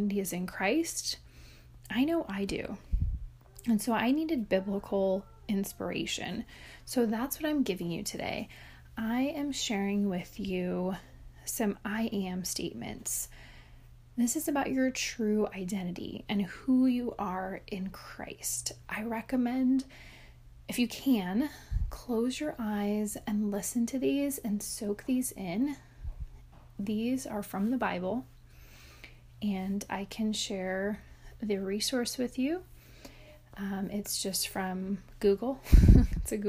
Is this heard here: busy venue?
no